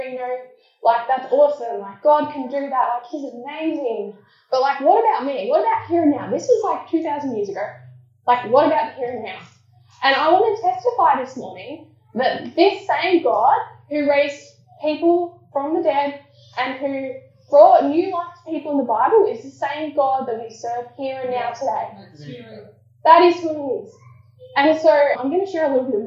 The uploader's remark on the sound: Apologies for the poor audio quality.